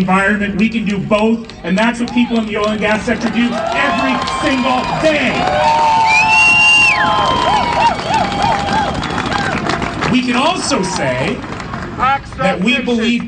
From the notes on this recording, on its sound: Today there was a pro-oil and gas rally downtown. We share audio from the event.